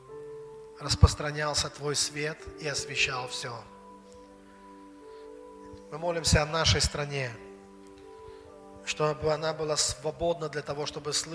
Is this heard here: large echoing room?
yes